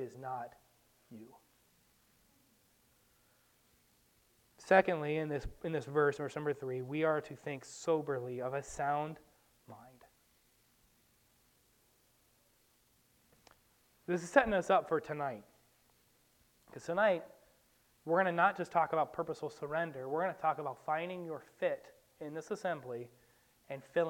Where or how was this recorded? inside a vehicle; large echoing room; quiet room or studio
large echoing room